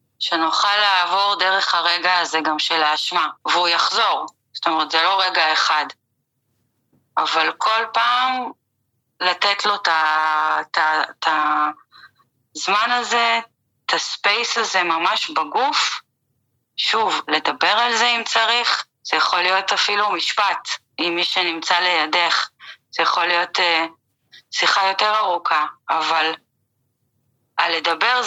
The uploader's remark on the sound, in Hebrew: מתנצלים על איכות השמע, הראיון הוקלט דרך שיחת טלפון.